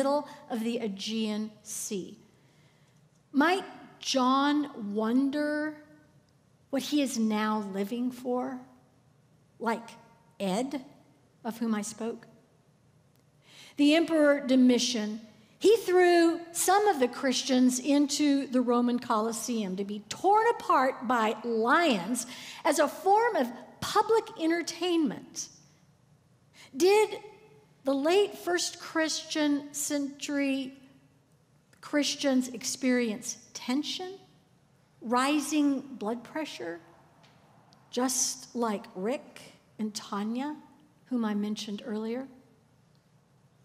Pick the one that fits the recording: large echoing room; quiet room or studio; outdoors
large echoing room